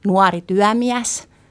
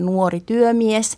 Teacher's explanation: Tai jos meillä on tarkastelun kohteena vaikka diftongien avartuminen, joka jakaa Suomen itä- ja länsimurteet aika lailla, että täällä lännessä diftongit avartuu · Shown in: first take · Me sanotaan nuori työmies – ja sitten taas idässä diftongit ei yleensä avaru, eli siellä on tämä nuori työmies.